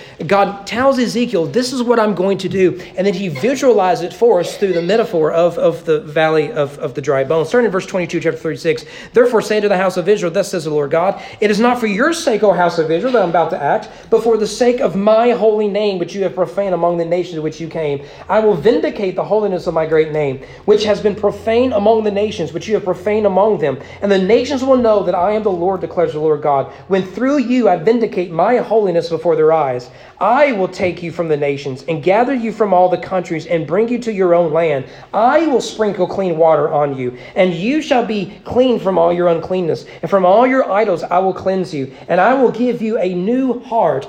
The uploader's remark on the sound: at East Frankfort Baptist Church during morning worship